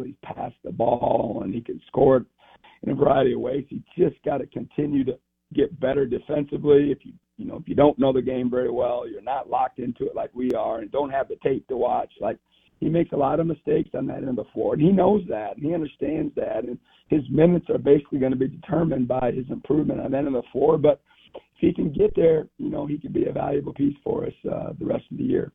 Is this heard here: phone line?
yes